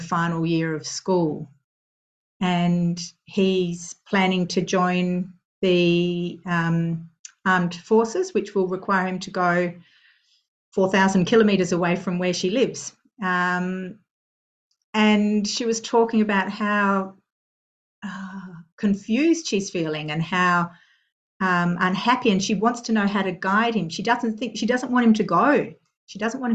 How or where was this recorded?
video call